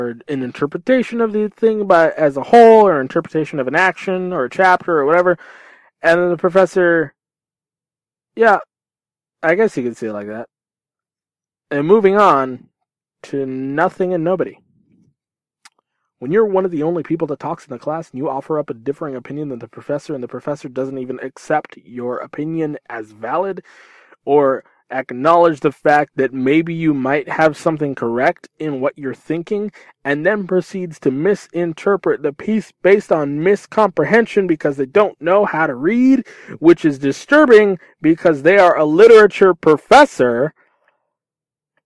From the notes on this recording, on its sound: From my car, to your ears.